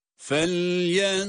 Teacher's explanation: Burada za harfi kalın ve peltek